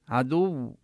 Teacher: نبين شدة الواو إذا وقفنا وسكننا